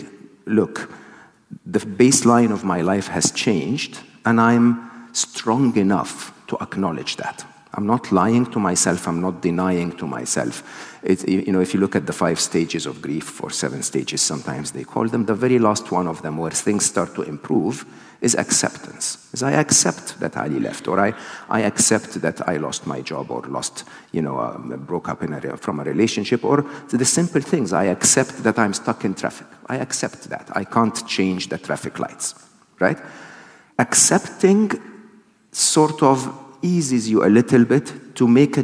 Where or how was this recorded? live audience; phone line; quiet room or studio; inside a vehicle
live audience